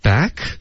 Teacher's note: Back 要往下降，不要往上飘。